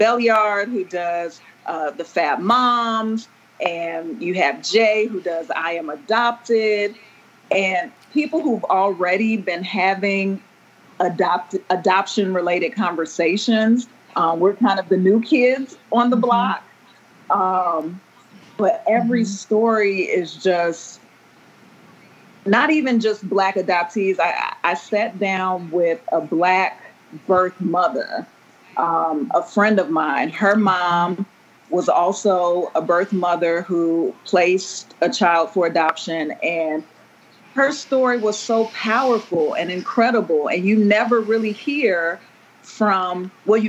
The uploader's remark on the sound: I was sitting in a room that got increasingly dark as we were talking and I realized that in my new office, I did not have a lamp or light. We did our interview by Skype at night and by the end of the call, they could barely see me.